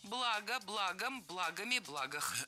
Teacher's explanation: слово с неподвижным ударением на основе